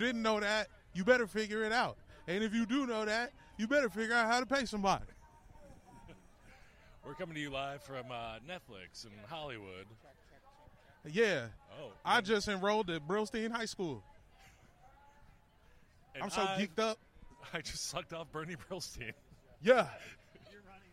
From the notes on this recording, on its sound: live from the picket line at Netflix on Wednesday, July 26